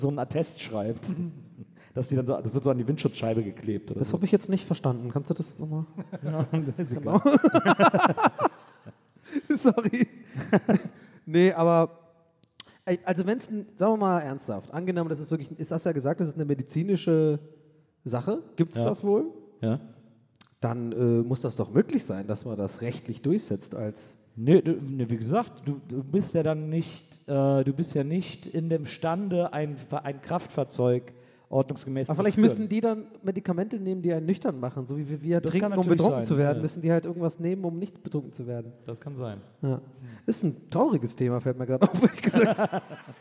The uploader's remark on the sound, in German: Aufgenommen LIVE in Wiesbaden am 25.10.2021